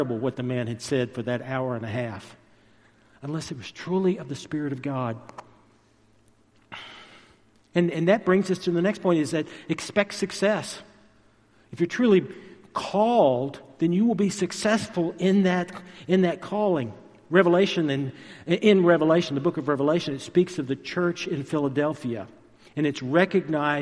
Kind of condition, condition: setting, large echoing room